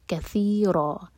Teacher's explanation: ہماری زبان اوپر والے دانتوں کو ٹچ کرے گی، تھوڑی سی ٹپ باہر ہوگی اور سی پڑھا جائے گا.